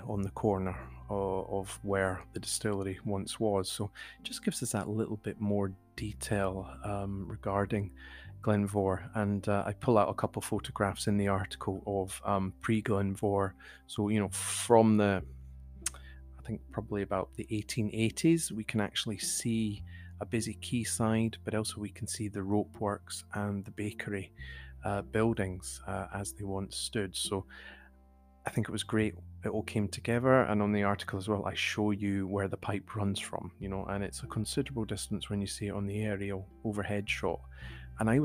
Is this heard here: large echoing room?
no